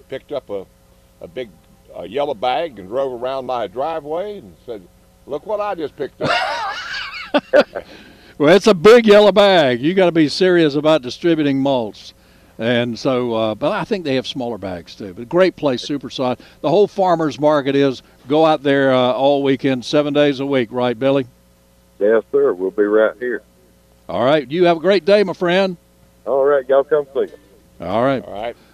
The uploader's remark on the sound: broadcasting live from the NC Wine Festival.